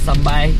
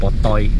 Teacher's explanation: some Chinese have problem pronouncing L sound, so they would kind of modify that to pronouncing sambal as sambai.